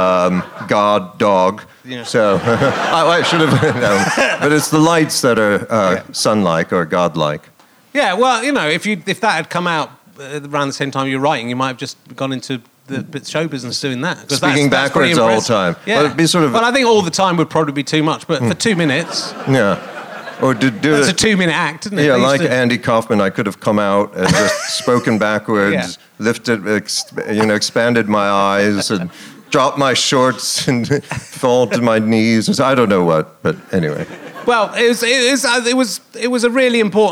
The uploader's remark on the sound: Leicester Square Theatre Podcast